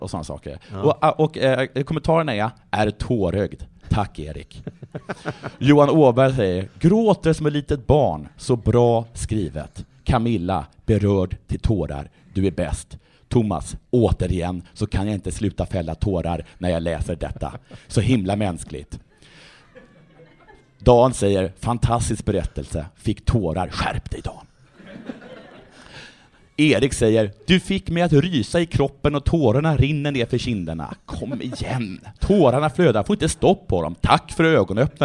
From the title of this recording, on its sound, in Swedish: Live inför publik